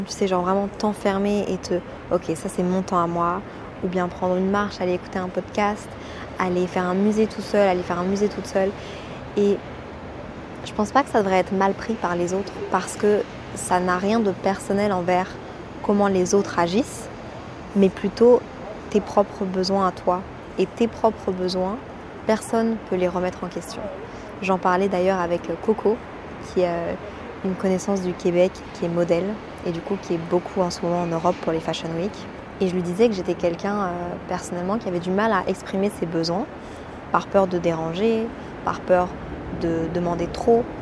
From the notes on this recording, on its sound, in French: Lorsque je voyage, je prends l'habitude de prendre mon micro, de l'allumer, de me balader et de vous parler. Entre 2 cafés, des bruits de talons, et le brouhaha de la ville, je vous emmène dans mes pensées, à Londres.